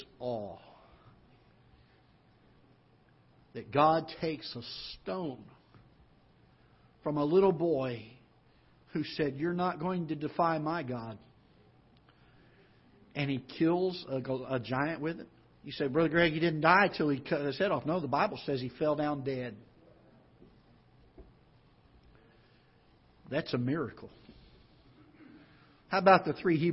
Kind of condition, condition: setting, large echoing room